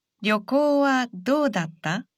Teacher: It's a question, so say this sentence with a rising intonation.